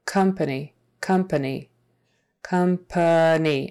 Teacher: Company, company. Again, this O is pronounced like a short U